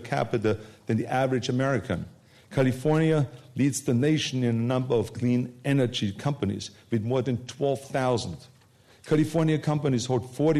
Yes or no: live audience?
yes